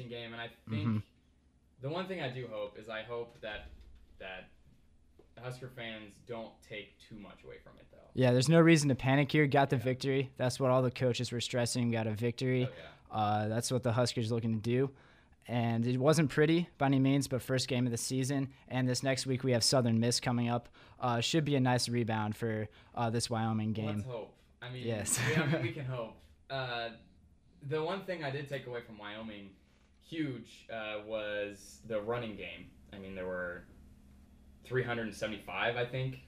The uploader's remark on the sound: Pardon the technical difficulties at the beginning of the show, the mic was broken and we're new.